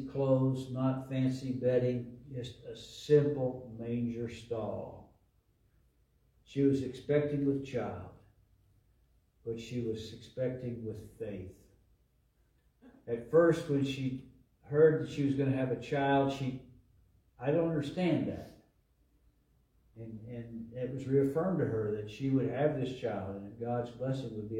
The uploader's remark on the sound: LIVE from Calvary